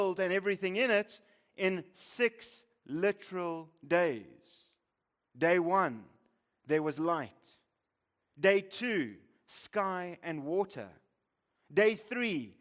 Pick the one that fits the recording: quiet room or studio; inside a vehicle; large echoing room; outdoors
large echoing room